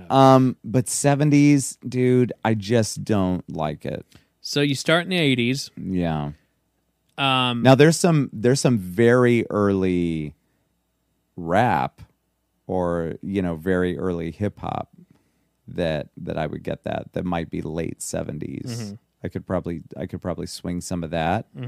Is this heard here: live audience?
no